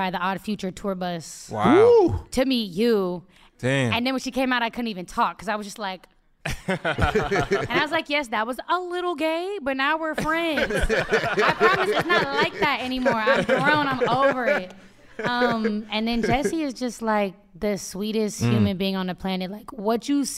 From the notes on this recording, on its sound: in front of a LIVE audience